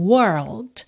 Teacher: a gente tem essa combinação de R com L que a gente nunca tem na língua portuguesa